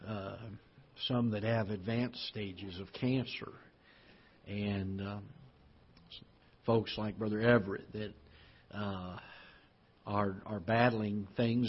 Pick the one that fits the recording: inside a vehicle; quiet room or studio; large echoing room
large echoing room